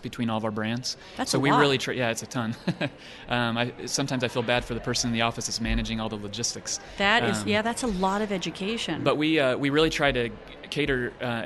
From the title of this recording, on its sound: Live at ISSE 18